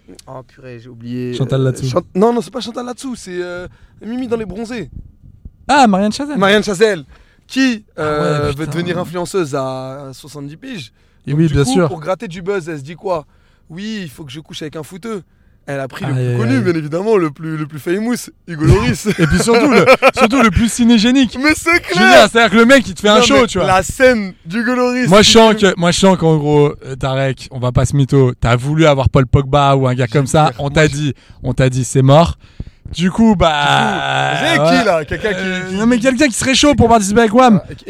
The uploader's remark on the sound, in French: Dans cet épisode enregistré à bord d'une voiture. Nos soucis de batterie.